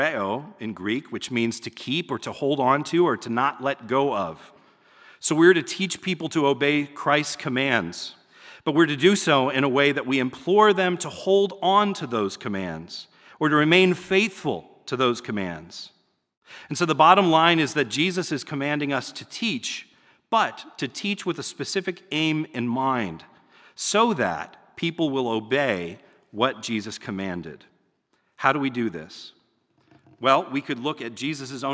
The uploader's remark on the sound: It was recorded at the Lebanon Bible Fellowship Church in Lebanon, PA during the evening service on 11/14/2021.